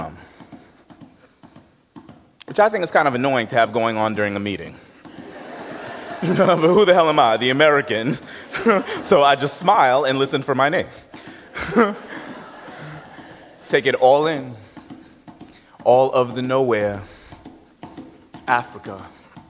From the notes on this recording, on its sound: Rocks a live Snap Judgment audience.